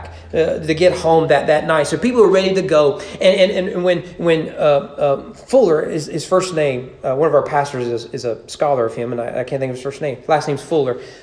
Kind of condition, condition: setting, large echoing room